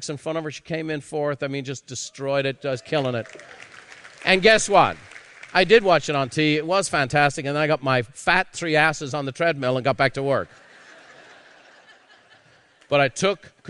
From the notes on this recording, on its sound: A live recording from Peak Experience.